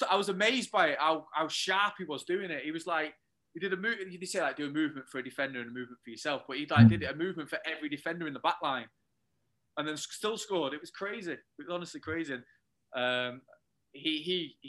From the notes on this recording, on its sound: Join us from his hotel room in India. Apologies for the audio quality - it's our first time recording from Zoom!